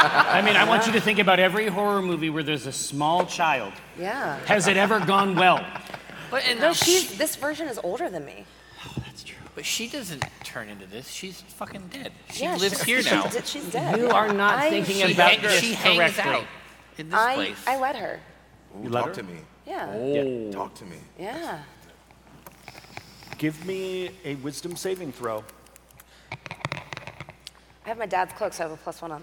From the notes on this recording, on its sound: live at PAX Unplugged 2023